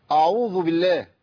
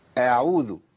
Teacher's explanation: الشيخ بيقول لك ما تفخمش الهمزة · Shown in: second take · Term: رق الهمزة